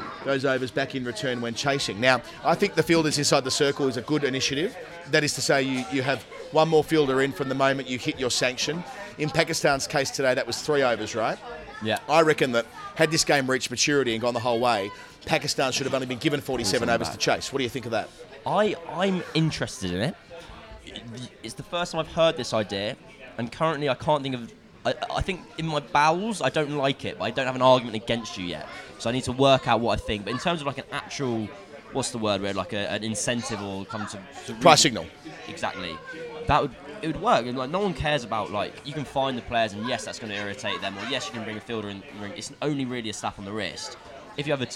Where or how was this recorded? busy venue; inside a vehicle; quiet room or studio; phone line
busy venue